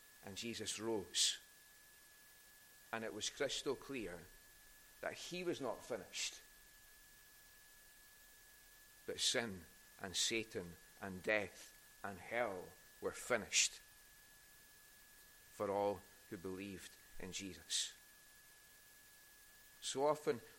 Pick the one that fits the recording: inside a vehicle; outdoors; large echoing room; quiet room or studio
large echoing room